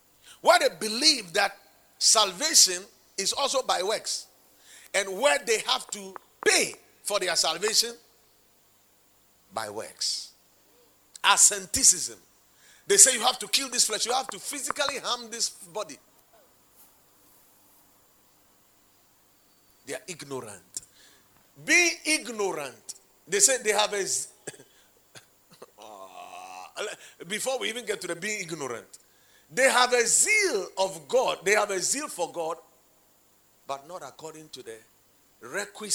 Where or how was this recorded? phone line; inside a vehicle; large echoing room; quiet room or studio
large echoing room